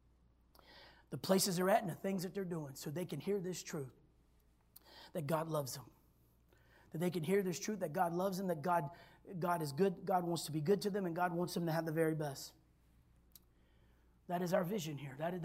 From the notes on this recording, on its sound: this was recorded on Sunday at Abundant Living Ministries